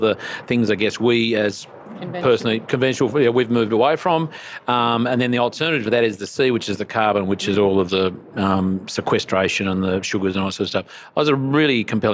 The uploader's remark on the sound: Took aside a number of speakers and attendees of the Resource Consulting Services Australia (RCS) in July 2022. The long-awaited 10 yearly conference.